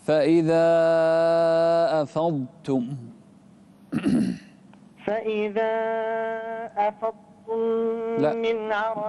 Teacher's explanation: رقق التاء التاء عندك قريبة من الطاء